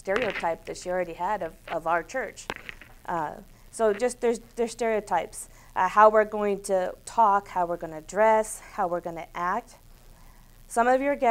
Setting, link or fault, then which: setting, large echoing room